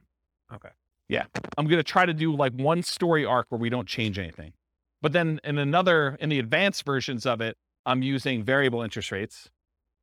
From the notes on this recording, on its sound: This was a live class recorded